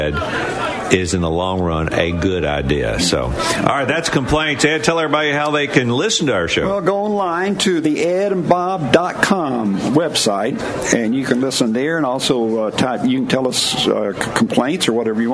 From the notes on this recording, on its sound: LIVE from the Clevelander on South Beach for the Super Bowl in Miami!